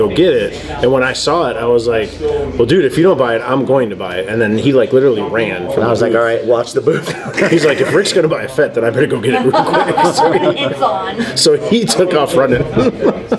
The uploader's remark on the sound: VTS takes the SquadCast on location once again this week, this time to our favorite coffee joint, Grouchy John's Coffee, to shoot a short wrap-up of our recent experience at Vegas Toy & Comic Con.